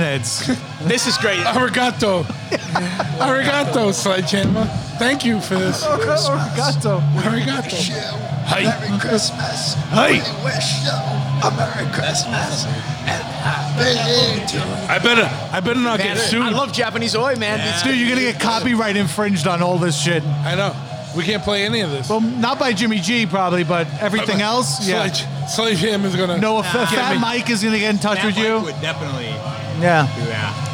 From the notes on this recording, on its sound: First off - this is a sloppy, horrible episode! We recorded this during a crescendo of drunken idiocy at the Choppahead holiday party.